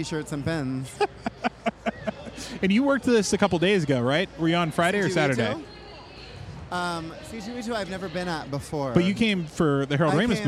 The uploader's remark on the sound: LIVE! from C2E2. I was asked to help man the Harold Ramis Film School booth at C2E2 and I decided to do a live recording of the podcast there.